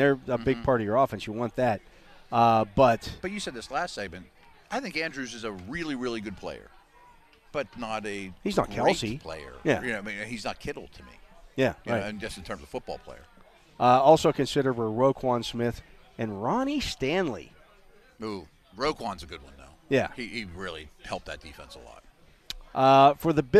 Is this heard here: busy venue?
yes